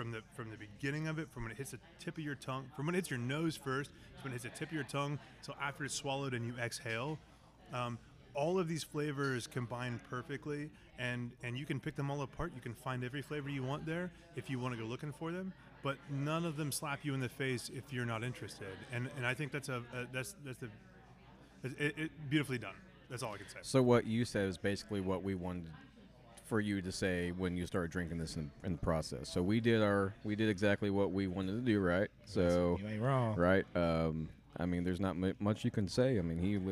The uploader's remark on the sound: LIVE at The Sinkhole. A live recording of The Mo Head Y'all Show at The Sinkhole Craft Beer Bar in Bloomington, IN!